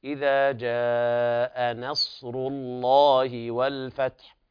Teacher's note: لابد من ترقيق النون وتفخيم الصاد وبيان الهمس والصفير فيها ثم تفخيم الراء بعدها